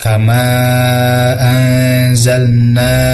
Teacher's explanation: Matobi'i itu tidak boleh terlalu berlebihan. Panjangnya tidak boleh melebihi dari dua harkat.